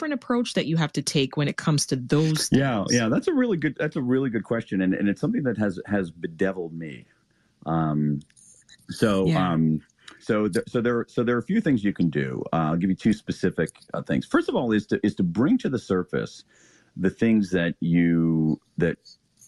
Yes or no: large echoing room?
no